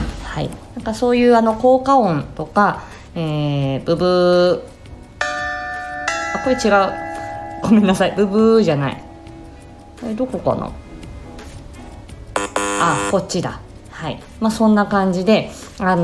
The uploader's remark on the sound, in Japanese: とある朝にトライしてみた、一発録りトーク。テーブルにスマホ置いて撮ったので、やや音質荒め。